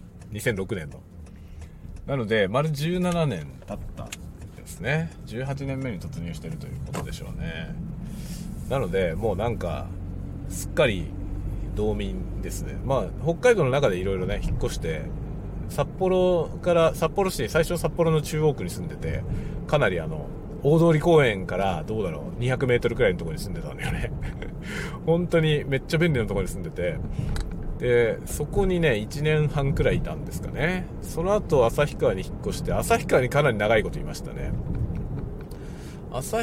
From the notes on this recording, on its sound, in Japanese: 朝から郵便局へ出かける予定があったので車を運転しながら雑談収録しました。使用マイク：ZOOM M3 MicTrak、TASCAM TM-82（エンディングのみ）。